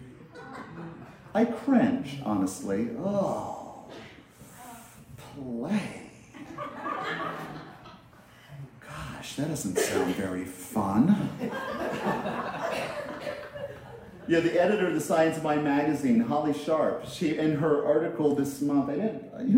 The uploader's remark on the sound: This message was delivered at Concordia Center for Spiritual Living in Rhode Island.